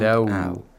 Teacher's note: It's just like a diphthong. لو، we have a short vowel plus a semi-vowel. This is how a diphthong is made. A semi-vowel such as waw and ya.